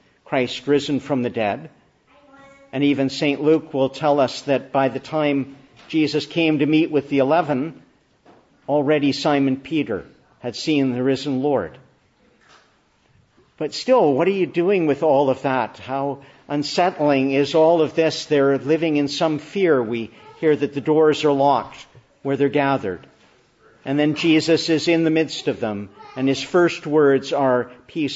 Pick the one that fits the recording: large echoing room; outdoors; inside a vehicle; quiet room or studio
large echoing room